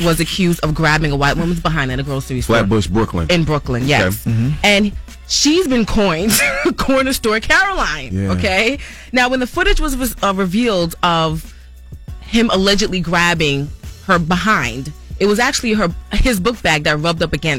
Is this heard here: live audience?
no